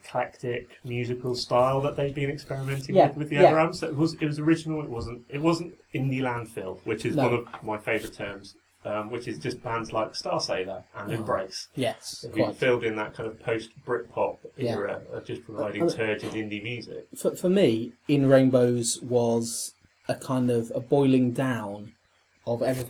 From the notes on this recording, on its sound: Battling (and ultimately losing) against a range of audio gremlins. Hidden somewhere beneath the murky sound.